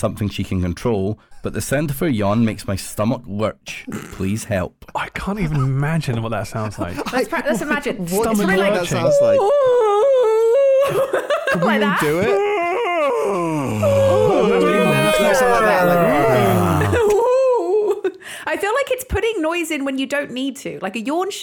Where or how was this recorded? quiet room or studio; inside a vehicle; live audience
quiet room or studio